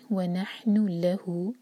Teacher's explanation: लहू में दो सिलेबल वाला वर्ड है तो ला पर जोर देंगे